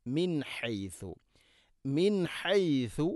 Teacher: സാക്കിന നൂന് ശേഷം, ഹ ആണ് ഇസ്ഹാർ ചെയ്ത് അഥവാ വെളിവാക്കി ഉച്ചരിക്കണം